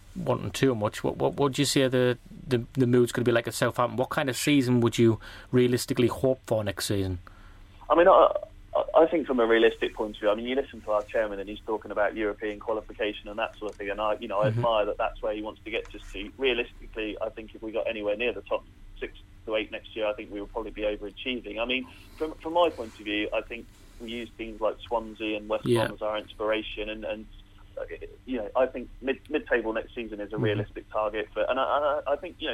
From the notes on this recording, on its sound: joined on the phone